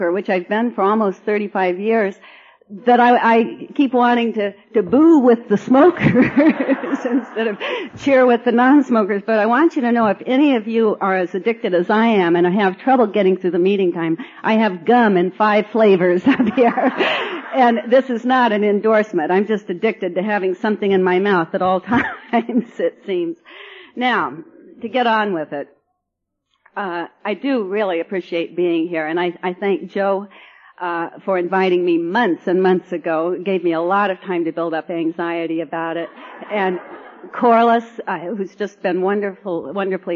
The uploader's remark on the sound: speaking at the Southeastern Conference of the Georgia State Convention in Aug.